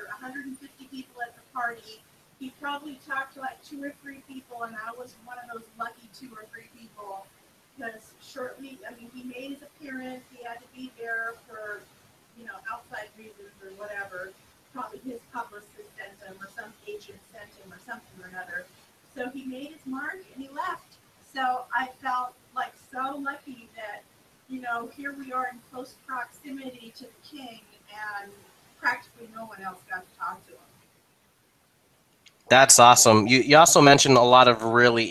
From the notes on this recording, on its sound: Sorry about the audio quality.